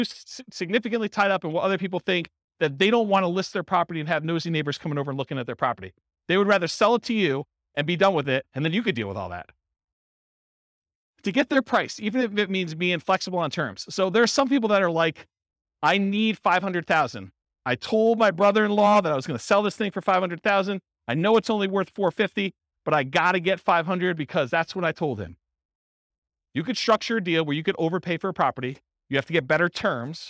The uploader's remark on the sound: Real estate entrepreneurs in Cedar Rapids, Iowa. This was a live class recorded.